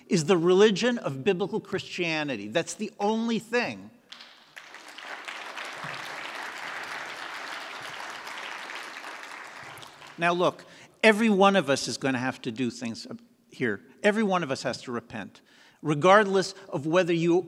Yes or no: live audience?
yes